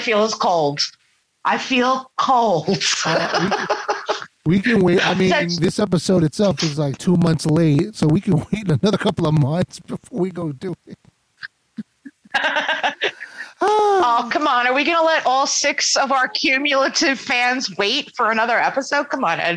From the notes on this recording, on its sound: Sorry for the pops and clicks courtesy of the Zoom App.